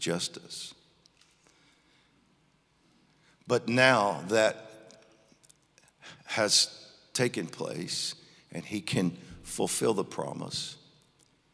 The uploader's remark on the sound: Recorded live on 7/18/21.